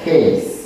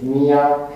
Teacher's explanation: Sigma inițial cade și lasă în urma lui spirit aspru. · Shown in: first take